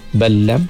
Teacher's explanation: Dhallu anna, anna ballam, jangan dengung sini. Ballam, lam mati berjumpa dengan lam berbaris, kita panggil idgham mutamathilain. Dia tak dengung.